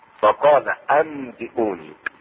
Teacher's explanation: الشاهد هنا فقال أنبئوني وليس أن لا أم قلبت النون ميمة تحولت ميمة يعني تحولت ميمة النون الساكنة تحولت ميما وطبعا مع الغنة · Term: الإقلاب